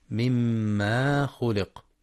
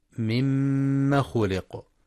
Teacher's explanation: وبعضهم يقرأ مما بمد الميم مما خلق، والصواب مما خلق بالفتح فقط من غير مد · Shown in: second take